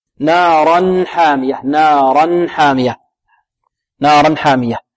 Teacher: تنوين وبعده حاء حكمه ماذا؟ الإظهار، هنا لابد من إظهار التنوين